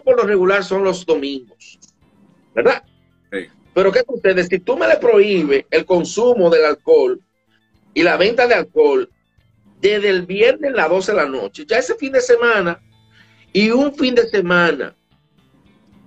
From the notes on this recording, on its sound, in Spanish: En abril 30 del 2020 hice un Instagram Live